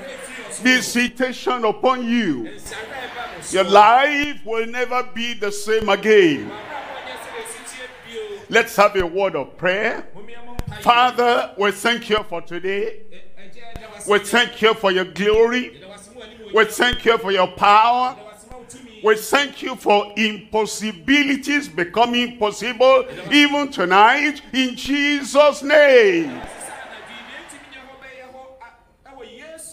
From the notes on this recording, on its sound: live from Accra, Ghana